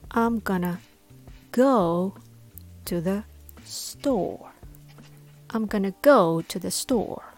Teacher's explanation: the important words go and store are stressed, while the rest flows softly and quickly.